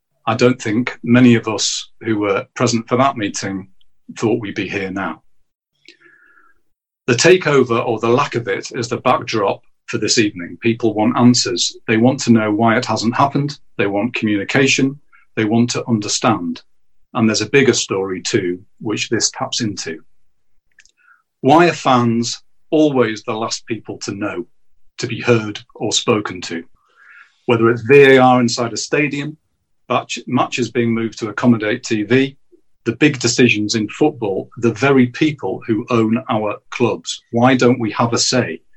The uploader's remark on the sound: NUST Live Zoom Event. The Newcastle United Supporters Trust hosted an online zoom call with 500 members.